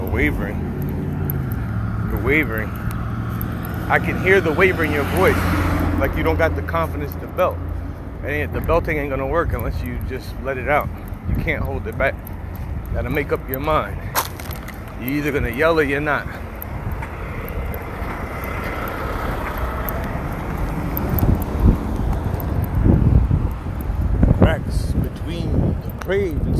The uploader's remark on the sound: Walking and talking